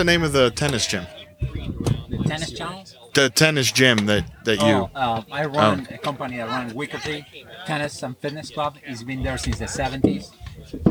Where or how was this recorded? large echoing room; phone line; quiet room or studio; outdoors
outdoors